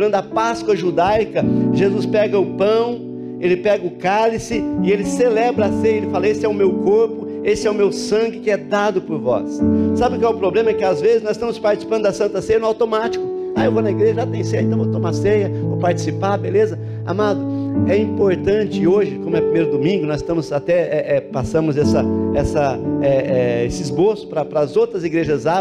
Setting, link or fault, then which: setting, large echoing room